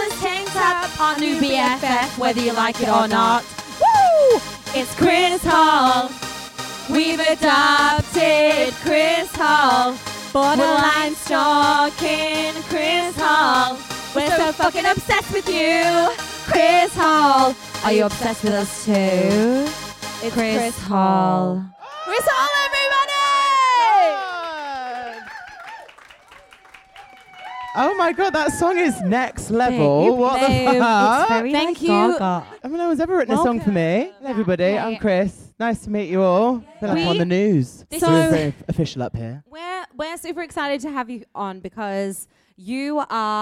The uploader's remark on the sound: Live at The London Podcast Festival '22. We throw it back to when we were LIVE in front of a REAL AUDIENCE.